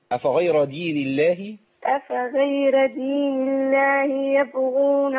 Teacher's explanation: الغين هنا في مرتبة عالية لأنها مفتوحة